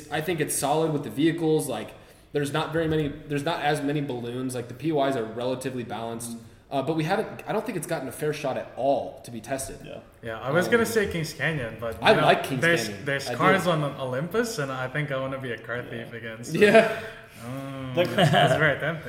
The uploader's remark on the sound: LIVE FROM BIRMINGHAM DAY 1